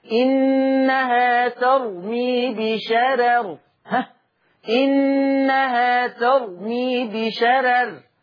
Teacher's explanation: يقرأ لورش بترقيق الراء الأولى في لفظ بشرر، لماذا؟ والسبب ترقيق الراء الثانية وصلا.